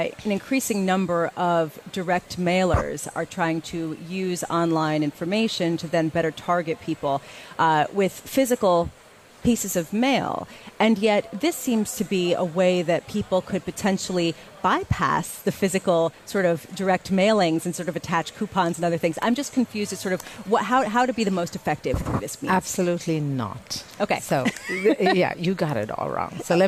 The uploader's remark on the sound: Live from the National Postal Forum in Baltimore, Maryland.